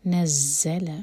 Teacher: زا بشدہ زا سٹرانگ اور زا پر بزنگ